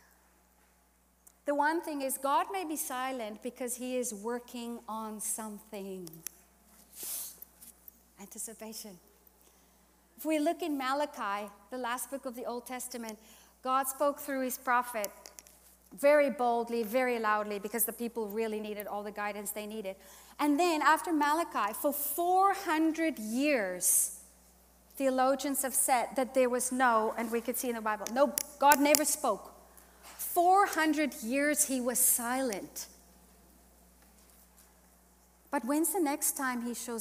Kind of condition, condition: setting, live audience